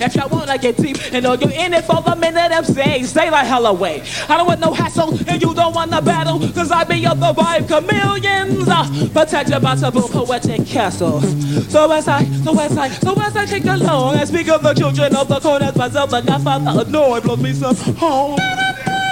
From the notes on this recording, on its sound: Here's a recording from tape of a live show